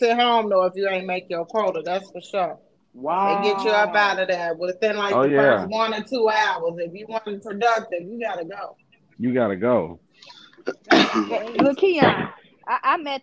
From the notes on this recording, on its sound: we have phone conversations